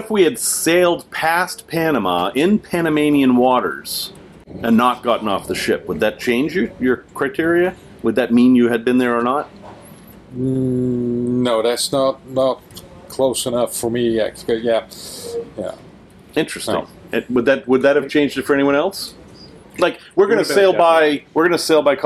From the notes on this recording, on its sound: LIVE from Off the Coast of Panama. We're off the shore of Panama in a 90,000 lb van!